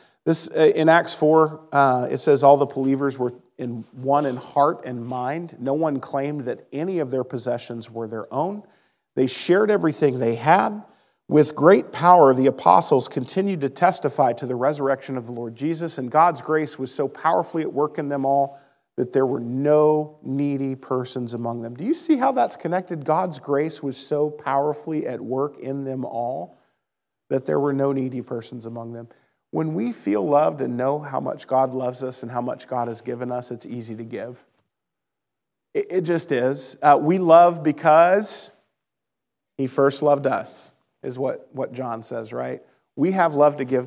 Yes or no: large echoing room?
yes